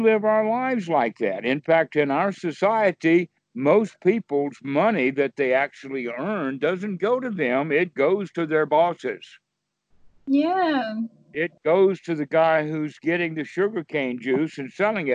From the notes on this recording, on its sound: skype calls on this channel